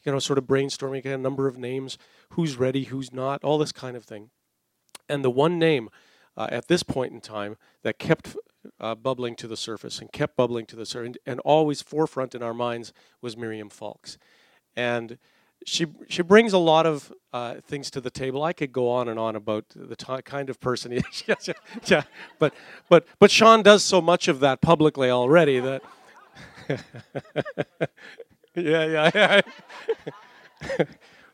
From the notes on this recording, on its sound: Recorded Audio from Jericho Ridge Ministry Night 2017